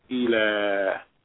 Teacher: Then we have lam fatha, that's la. And then by adding the aleph maksura, there are two additional beats.